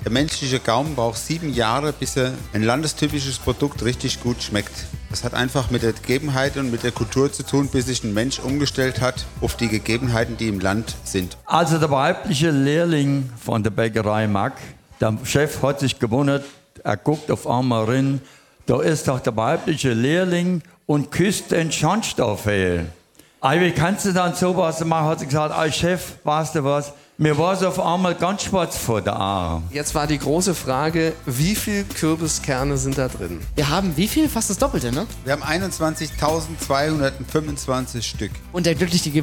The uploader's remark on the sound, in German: Wir haben live aus dem Café vom Bäcker Mack in Butzbach gesendet. Die beiden Moderatoren versuchten sich als Bäcker in der Backstube.